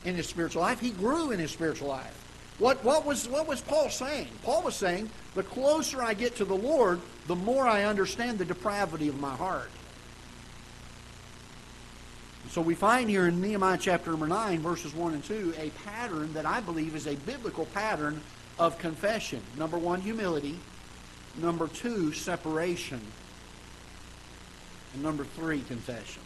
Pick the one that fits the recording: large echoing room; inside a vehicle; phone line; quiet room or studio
large echoing room